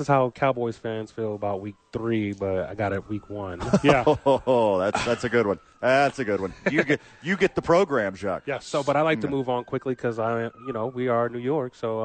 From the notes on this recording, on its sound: live from THE Albuquerque Dukes Store